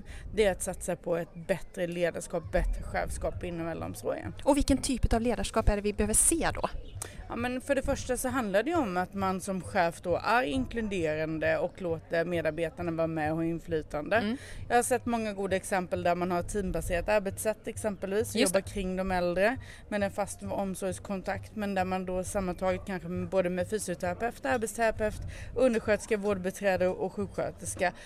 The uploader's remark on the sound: Under Almedalsveckan kommer Omsorgspodden släppa en serie kortare avsnitt som spelas in live i Visby.